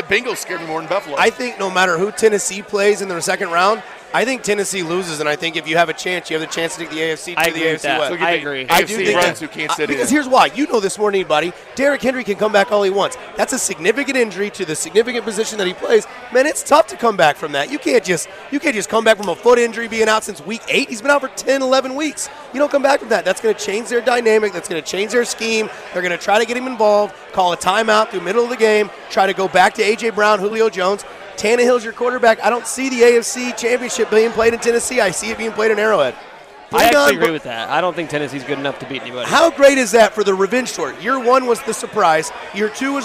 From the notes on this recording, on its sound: opens the show live from Cinder Block Brewery